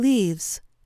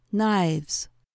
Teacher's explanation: The voiceless sound F takes on a voiced quality, or V, and an S sound is added to the word.